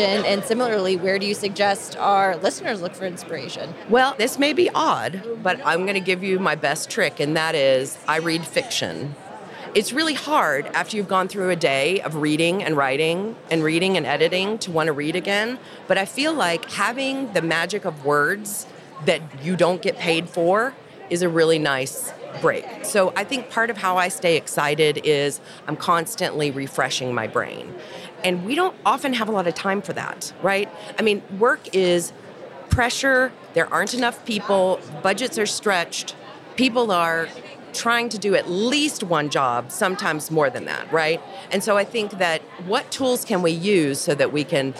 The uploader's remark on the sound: On the show floor at B2BMX this past February